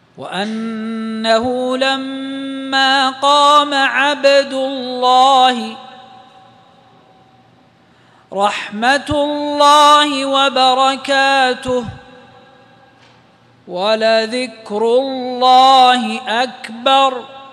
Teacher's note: كل هذه اللام في لفظ الجلالة مسبوقة بضم فتفخم